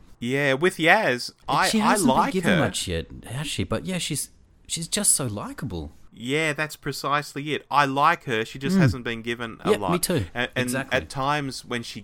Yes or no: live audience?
no